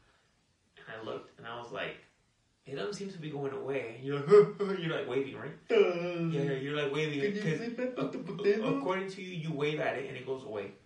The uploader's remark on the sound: Sorry for the shitty audio the mixer wasn’t on LOL. Yeah the audio sucks sorry.